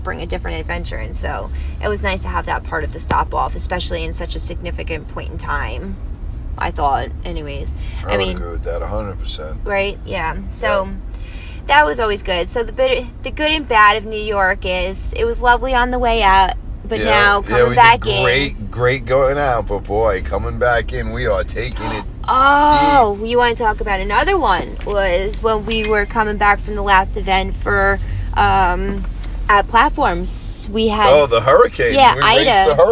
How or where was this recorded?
inside a vehicle